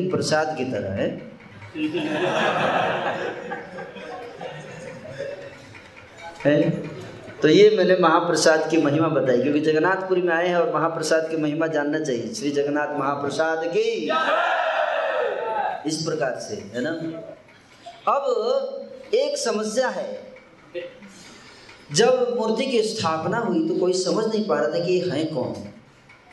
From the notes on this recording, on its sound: Jagannath Puri Yatra 2020. Audience : Camp devotees.